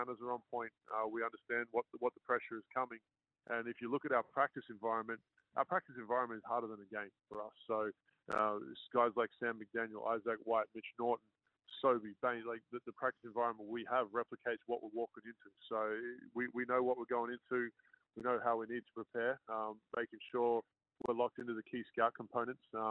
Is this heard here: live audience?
no